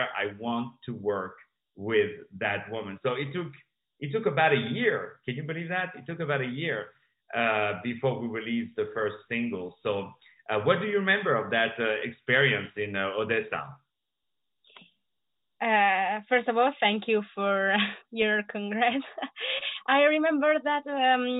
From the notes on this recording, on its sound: On the Phone